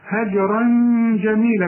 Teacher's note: الجيم قلقلها لأنها عليها السكون، هجرا جميلة في غنة هنا عشان الجيم من حروف الإخفاء